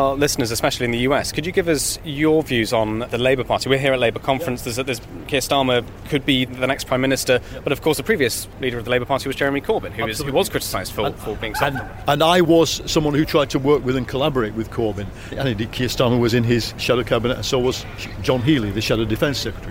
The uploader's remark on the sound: we go live to the Labour Party conference in Liverpool